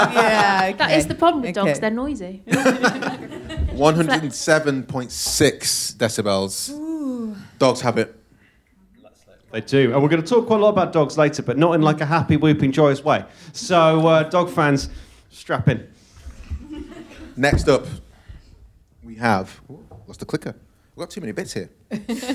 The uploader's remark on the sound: Simple Live Show